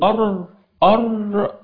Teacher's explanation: إذن الأصل فيها التفخيم، أقول أر أهي طرف اللسان مع ما يقابله من الحنك الأعلى مع منبت الأسنان العليا. طبعا بنشوف الصفات بتاعته عندما أقوله أر ده فيه هزة في الأوتار الصوتية، الجعب في تضام، في هزة في الأوتار الصوتية. · Term: الراء